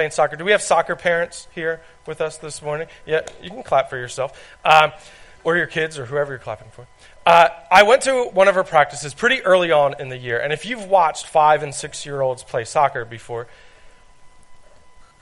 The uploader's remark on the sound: This is recording of a message I gave at Hope Christian Fellowship.